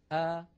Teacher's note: الهمزة تخرج من أقصى الحلق